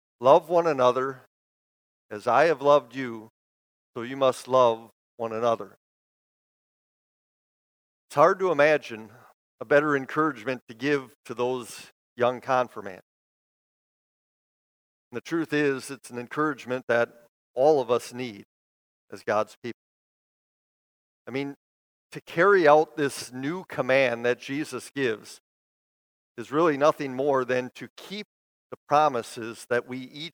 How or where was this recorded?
large echoing room